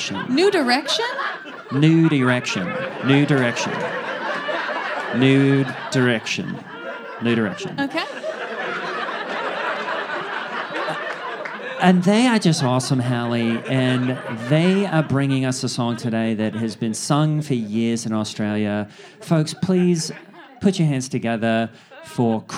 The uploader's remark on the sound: Live Recording, Los Angeles. A recording of our live show at Dynasty Typewriter.